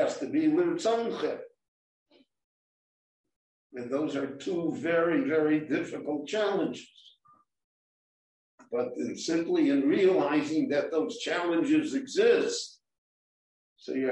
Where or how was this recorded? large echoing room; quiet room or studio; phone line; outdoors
large echoing room